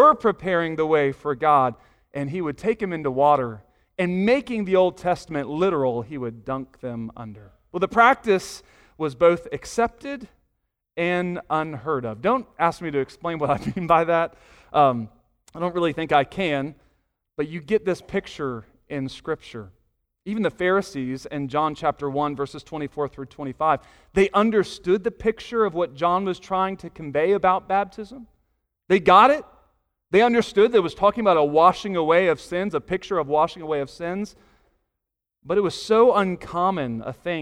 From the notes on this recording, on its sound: Sunday morning sermon audio